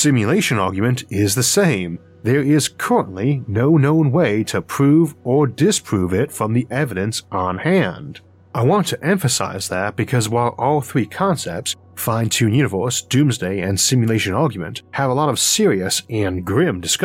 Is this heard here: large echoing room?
no